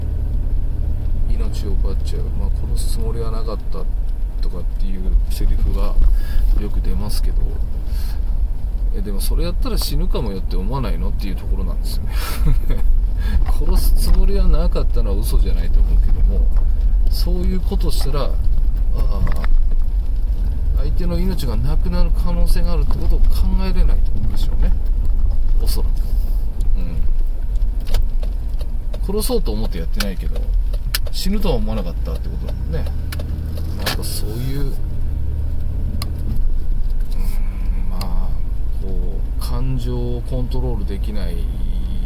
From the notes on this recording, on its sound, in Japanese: 運転中。真夜中の車の中から。